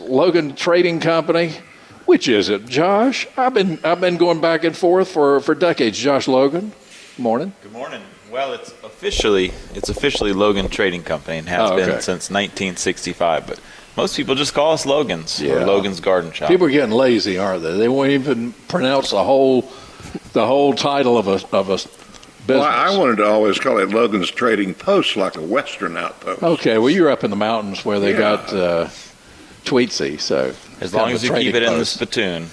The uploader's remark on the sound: broadcasting live from Logan's Trading Company